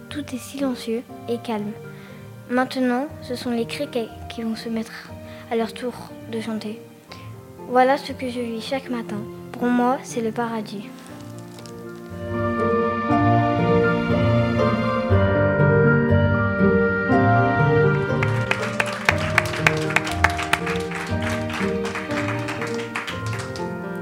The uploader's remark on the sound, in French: interprétés en live, devant l'assistance d'élèves et professeurs réunie dans la salle polyvalente du collège